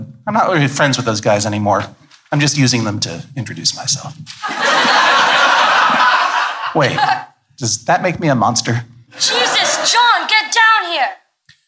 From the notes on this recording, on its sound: This episode was recorded live from San Francisco Sketchfest 2016. Live table read.